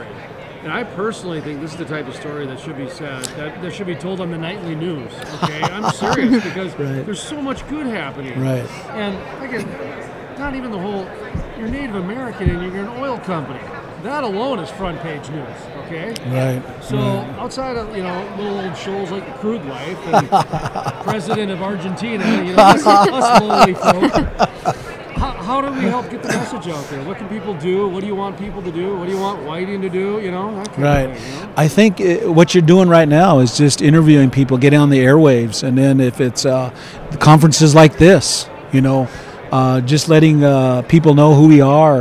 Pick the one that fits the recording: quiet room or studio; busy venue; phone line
busy venue